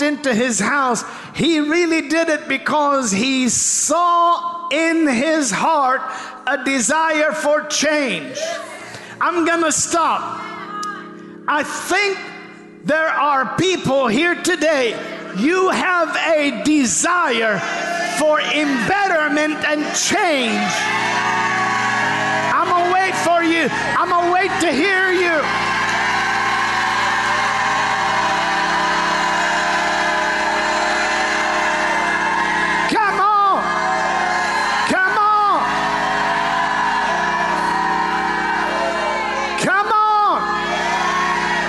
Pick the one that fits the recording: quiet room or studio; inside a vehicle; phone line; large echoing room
large echoing room